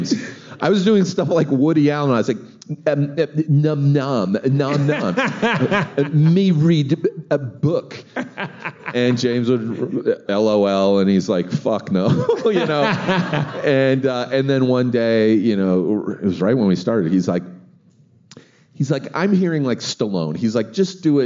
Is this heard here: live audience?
yes